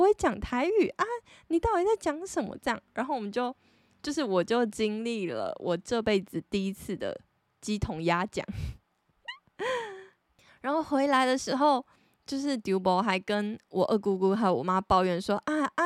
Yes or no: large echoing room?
no